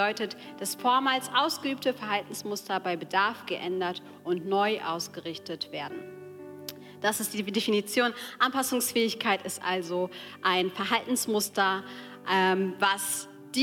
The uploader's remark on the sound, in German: Die Aufnahmen sind im Rahmen unseres gemeinsamen Wochenstarts als Angestellten-Team in der Move Church entstanden.